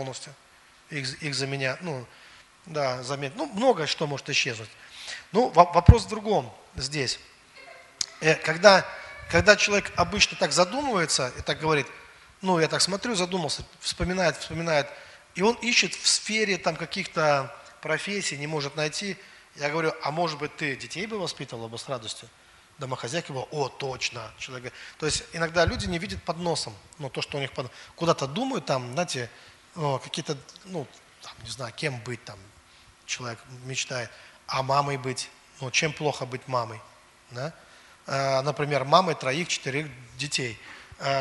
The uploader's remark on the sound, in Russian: Запись со служения церкви Дом Божий. Великие Луки.